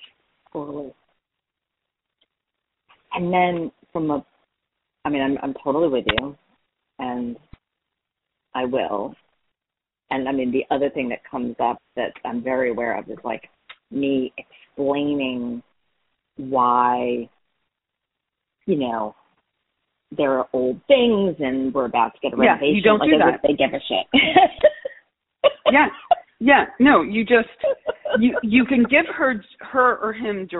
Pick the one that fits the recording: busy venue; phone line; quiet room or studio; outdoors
phone line